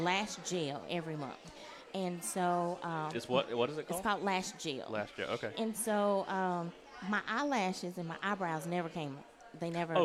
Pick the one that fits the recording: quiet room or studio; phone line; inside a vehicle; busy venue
busy venue